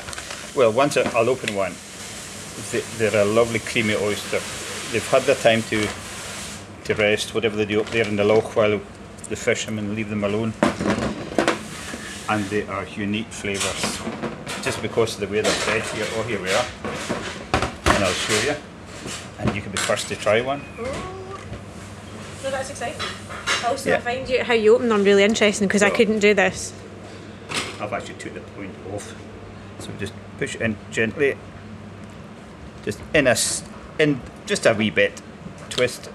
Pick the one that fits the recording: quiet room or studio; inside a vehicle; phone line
inside a vehicle